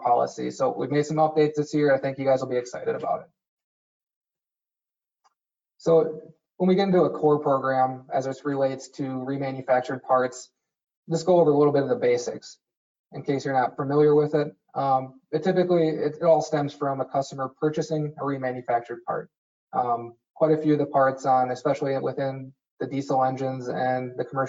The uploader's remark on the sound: In a recent webinar